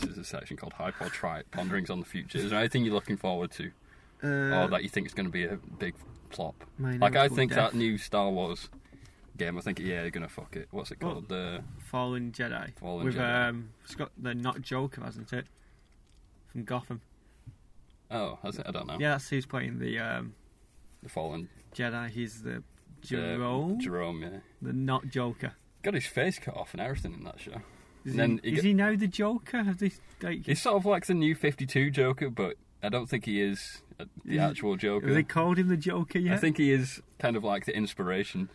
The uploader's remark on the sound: recorded in the Cinema car park